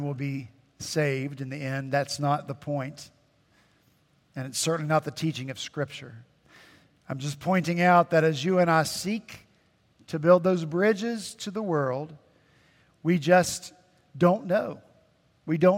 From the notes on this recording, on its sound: At Redeemer Presbyterian Church in Charleston, SC